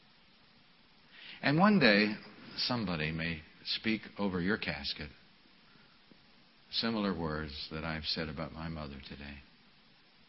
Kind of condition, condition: setting, large echoing room